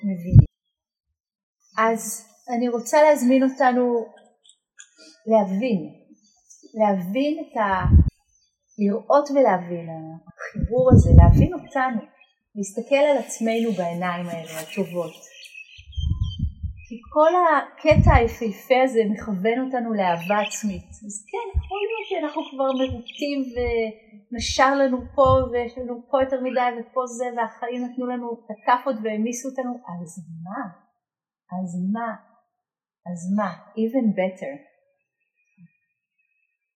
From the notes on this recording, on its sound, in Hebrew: שימו לב שאיכות ההקלטה בינונית. ההקלטה שוחזרה ועובדה בדרך נס.